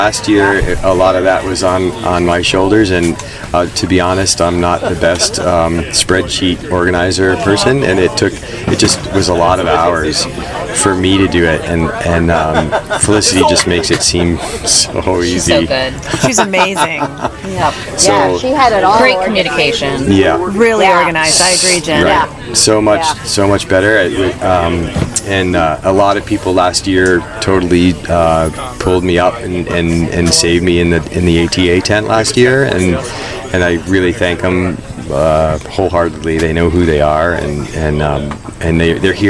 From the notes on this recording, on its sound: Flow State Mountain Bike Festival. Hosted at Ascutney Mountain. Sit down with us during the festival this year.